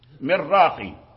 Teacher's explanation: من راق، نون مع الراء، من التلاصق، لأن تلاصق في المخرج، النون مع الراء تلاصق في المخرج